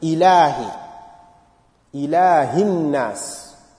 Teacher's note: And there is no A, it's E. That Zer, Kasra must be very clear.